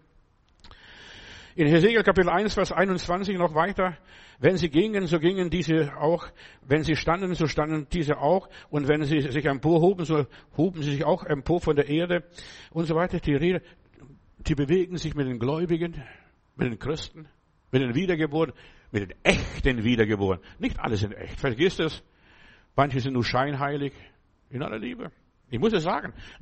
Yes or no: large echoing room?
yes